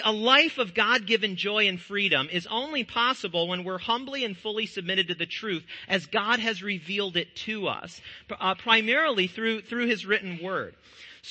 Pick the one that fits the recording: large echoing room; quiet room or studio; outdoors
large echoing room